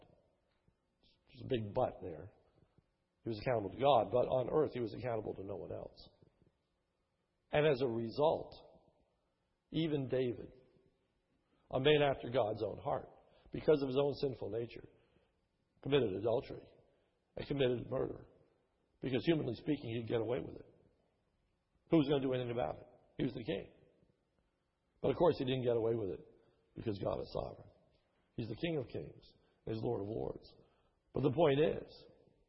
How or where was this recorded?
large echoing room